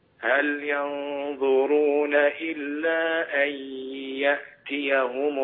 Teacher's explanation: لابد من أن يكون الياء من الفم مع غنة من الخيشوم · Term: الإدغام بغنة